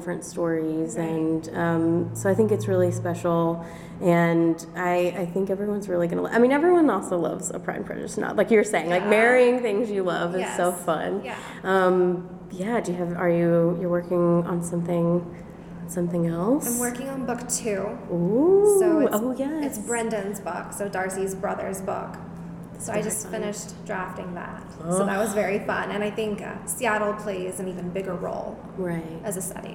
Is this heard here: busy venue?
yes